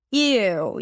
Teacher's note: You hear the tongue actually going up, creating that ooh sound.